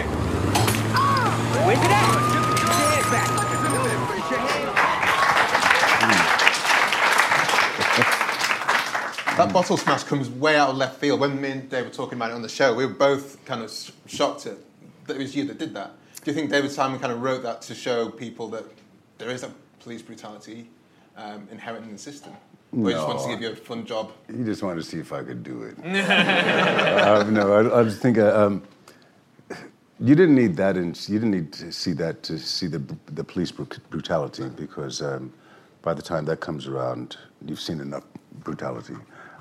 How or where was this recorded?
live audience